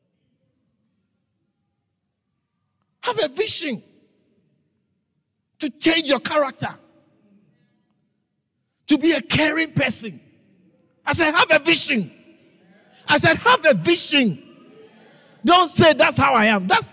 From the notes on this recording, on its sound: preached at the Living Waters Cathedral